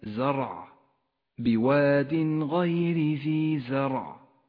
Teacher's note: الراء في كلمة زرع بواد غير ذي زرع فخمت لأنها ساكنة وقبلها حرف مفتوح